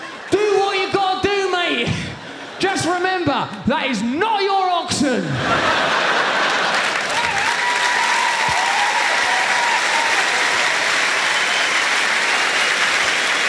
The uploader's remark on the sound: performance filmed live at London's Historic Hammersmith Apollo